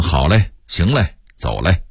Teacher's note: 相关的词儿还有好了行了走了，这个了都得说成嘞啊